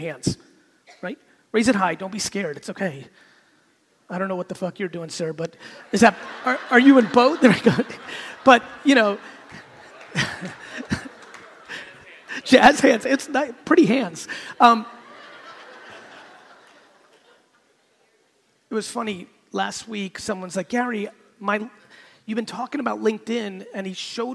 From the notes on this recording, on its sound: I went to San Diego to give a keynote to an audience full of real estate agents